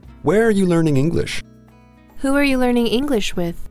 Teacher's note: In fact, you're just stressing the question word.